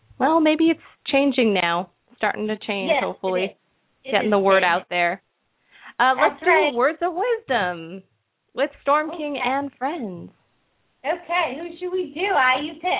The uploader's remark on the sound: open up the lines for listeners to call